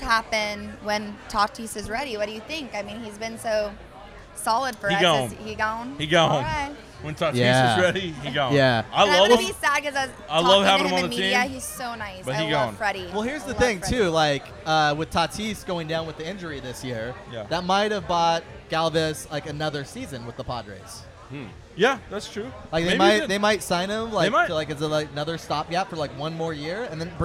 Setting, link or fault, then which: setting, busy venue